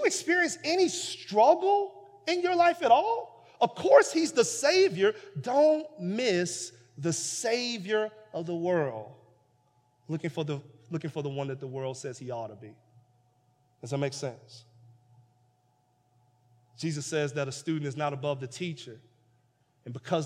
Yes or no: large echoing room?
yes